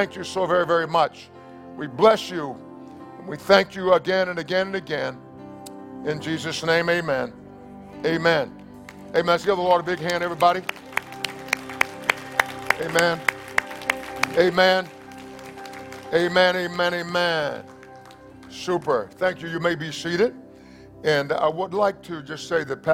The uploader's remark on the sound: Entire Service